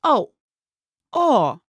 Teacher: It's pronounced like the O in soft. Now, be careful you don't make a oo sound here. We just want a round O.